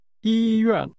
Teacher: This word is pronounced with high level and falling tones.